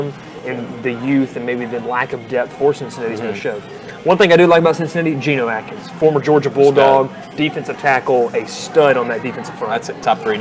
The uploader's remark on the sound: Live from Moe's BBQ in Rome, GA